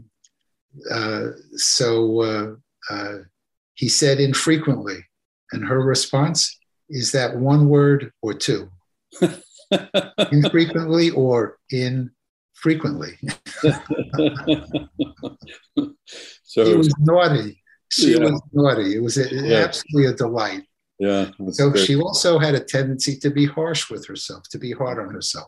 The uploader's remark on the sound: This episode features the audio from one of the ACO case presentation webinars.